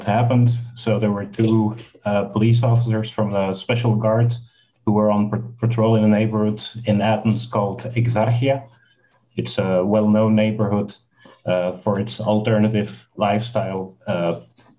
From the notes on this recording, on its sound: zoom gathering, with more than 90 people joining us